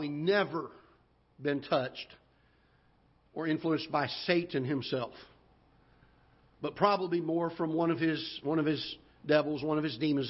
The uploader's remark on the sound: Ketha Heights Baptist Church ~ Live Broadcast